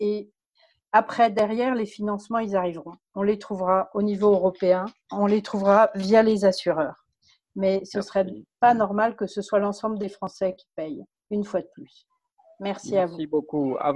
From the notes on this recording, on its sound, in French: La Fabrique Écologique a organisé le lundi 18 mai 2020 en visioconférence son Atelier Co-Écologique.